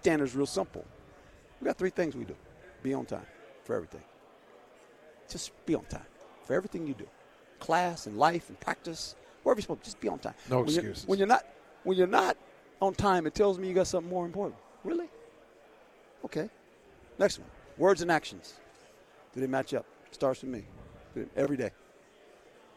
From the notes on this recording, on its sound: live from Pac-12 Media Day